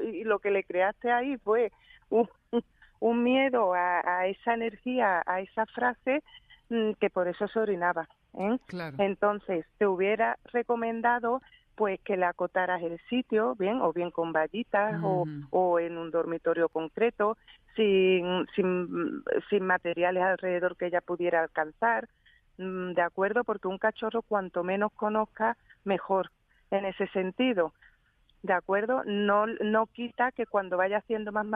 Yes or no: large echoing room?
no